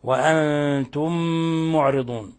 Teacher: جاءت الميم الساكنة وجاء بعدها ميم متحركة، فأضغمت الميم الأولى في الميم الثانية بحيث أصبحتا ميما واحدة مشددة، يسمى هذا عند القراء إضغام مثلين صغير، إضغام مثلين صغير